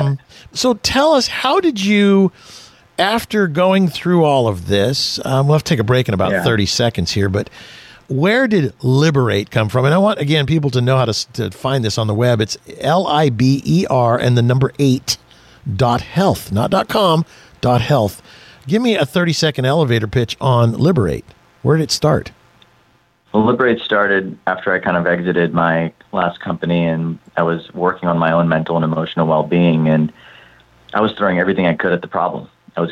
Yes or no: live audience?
no